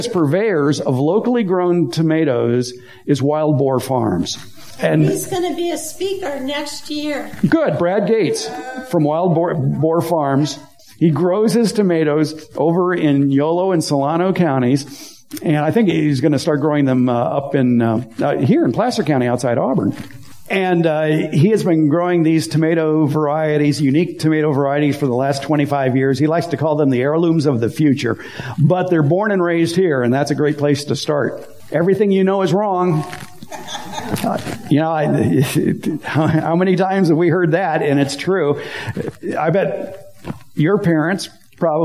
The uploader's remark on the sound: Recorded last week in front of a live audience at a meeting of the Sun City/Lincoln Hills (CA) garden club. Included a Power Point presentation.